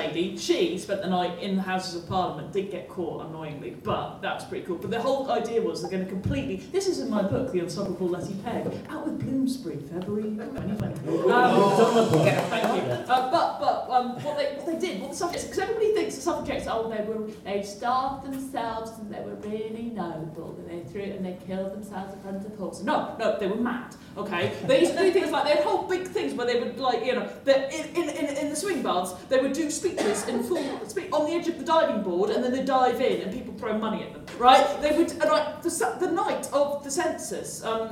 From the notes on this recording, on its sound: Recorded in the Three Guineas at Reading Station, as part of The Reading Fringe Festival. NB Due to a technical hiccup the recording ends a couple of minutes before the actual show did.